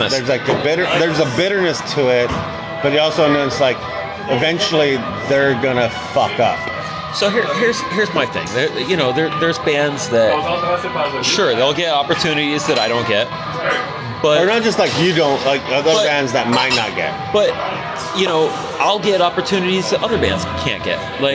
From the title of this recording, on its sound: live at The Tower